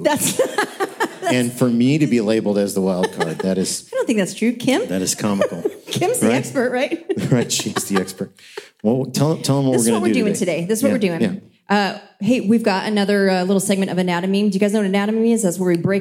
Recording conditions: live audience